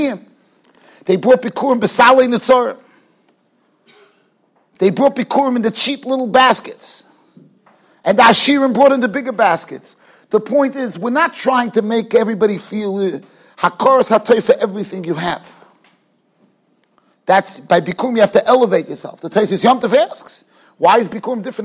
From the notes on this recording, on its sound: Shiur recorded in Yeshivas Ohr Reuven, Monsey, NY.